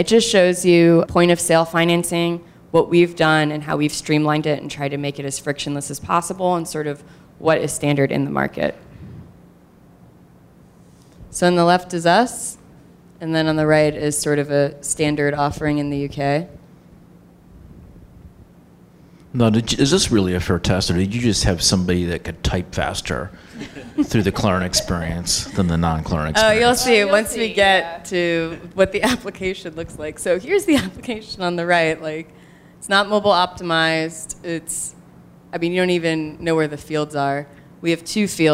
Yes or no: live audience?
yes